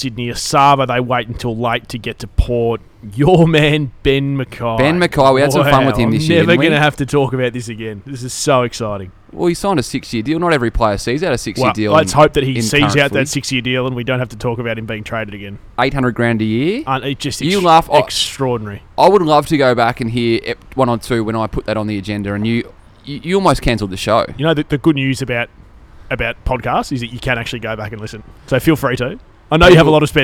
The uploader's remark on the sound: Join us live from the pub for our season finale!